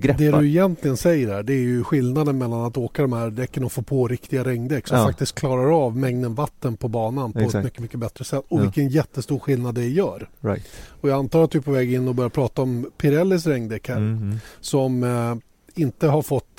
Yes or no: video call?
no